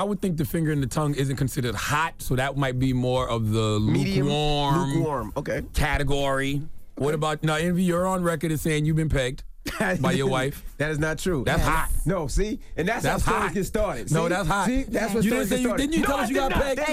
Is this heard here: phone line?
yes